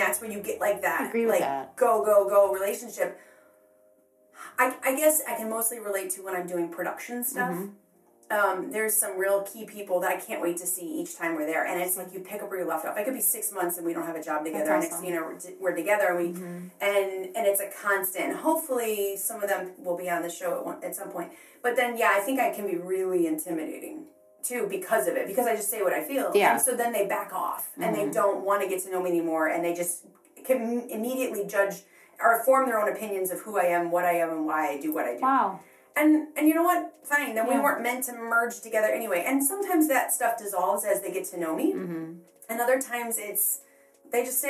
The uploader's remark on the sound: I traveled to the Chicago burbs to record this episode. We picked the bathroom as the place to record. I knew we should've gone in a closet, and it just skipped my mind. Sorry the sound quality isn't the greatest on this one.